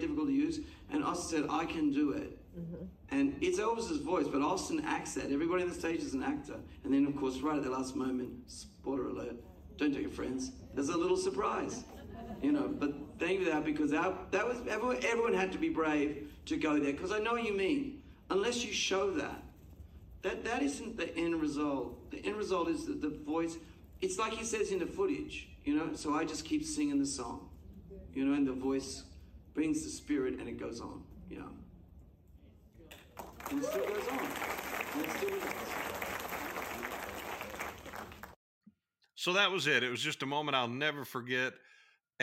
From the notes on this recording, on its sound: took questions from the audience